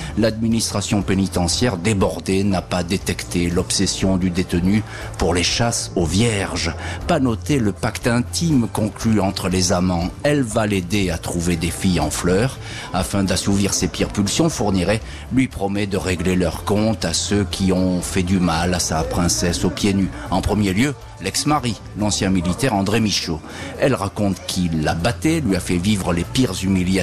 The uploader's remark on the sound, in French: En direct de la foire de Châlons-en-Champagne